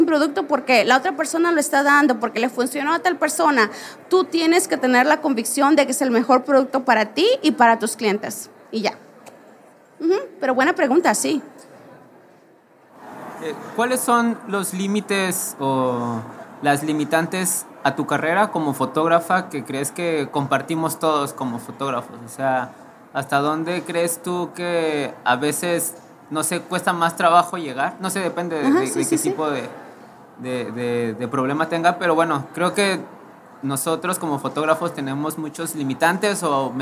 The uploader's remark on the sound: Live From WPPI. Special live edition.